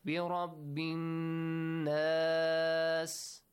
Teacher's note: The تشديد on the نون. نون مشدد must be pronounced with a nasal sound